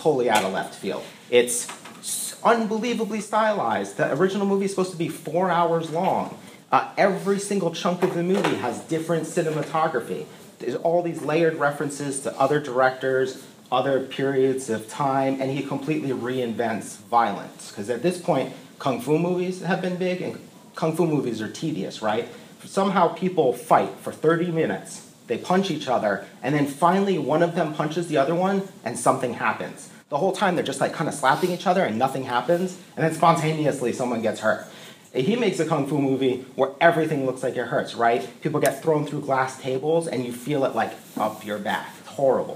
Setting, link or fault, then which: setting, large echoing room